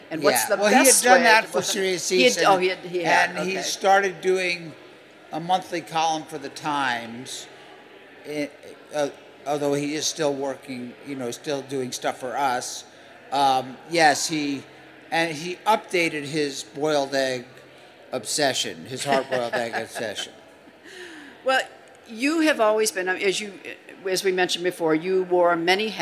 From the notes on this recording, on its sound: LIVE FROM INDUSTRY CITY